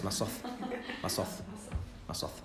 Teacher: So modern Hebrew, they just drop the soft sound. Amongst Yemenites and other groups, the soft sound is a soft TH. Amongst Ashkenazim, it's generally more of an S sound.